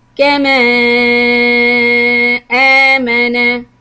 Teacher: you have to have this total sound cut off between the two words. So you should not attach the hamza to the previous alif.